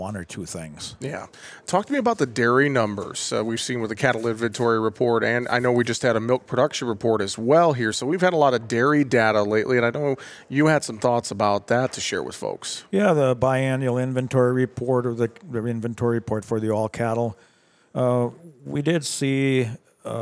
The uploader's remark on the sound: Tuesday's show is a bit of a hybrid program as we feature to conversations from this week's AgMarket.net Conference in Nashville and two conversations live from the Northern Corn and Soy Expo in Fargo, ND.